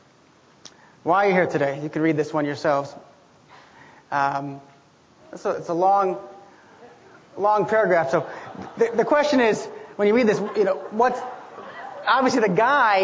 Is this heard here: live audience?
yes